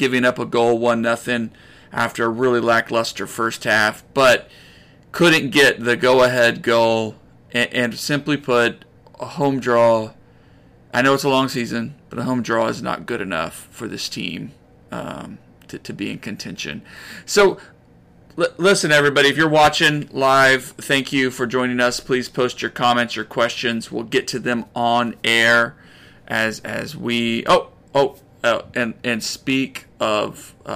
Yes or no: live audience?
no